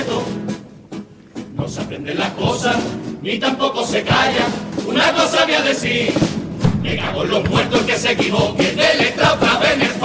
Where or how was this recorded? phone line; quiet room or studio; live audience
live audience